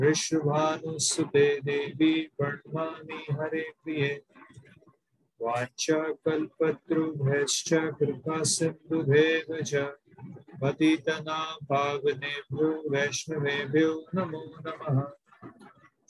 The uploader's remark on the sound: Zoom recorded class